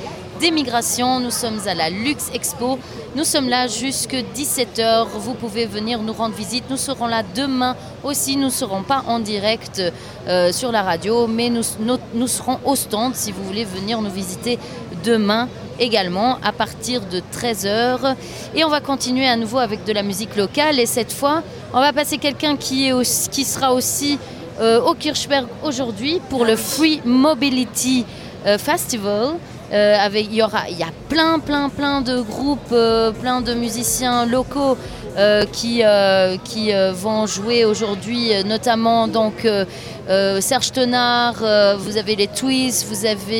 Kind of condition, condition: setting, busy venue